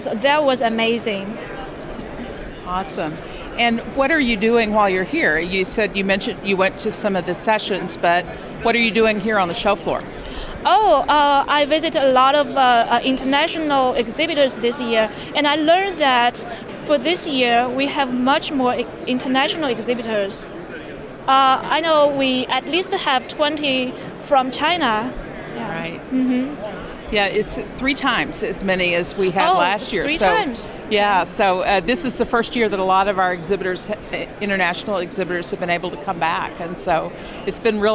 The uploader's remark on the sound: In this episode, we feature a series of interviews from the Convention floor at the 2023 WQA Convention & Exposition in Las Vegas. We call it Convention Voices, because we hear from a variety of attendees.